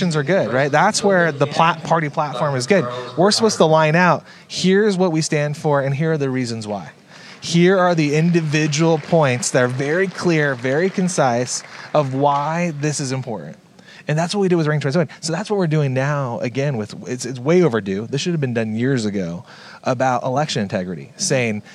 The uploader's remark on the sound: Live From Election Summit